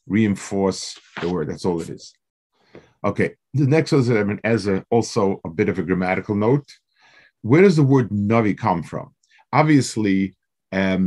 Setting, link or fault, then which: link, video call